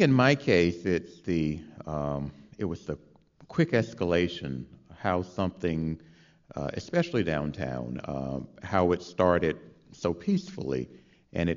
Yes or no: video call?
no